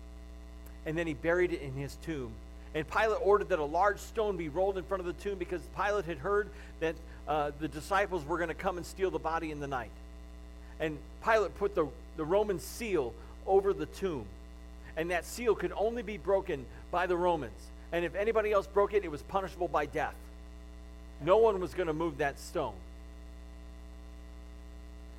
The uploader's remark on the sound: The audio of the message from Palm Sunday weekend at GFCC.